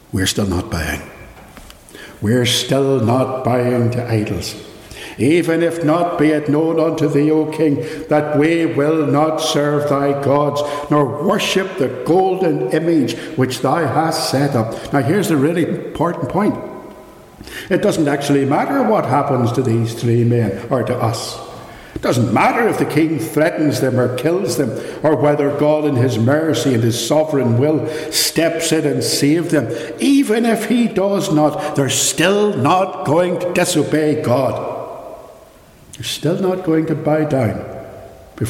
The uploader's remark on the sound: Recorded live at Ballymacashon Church - Raw and unedited.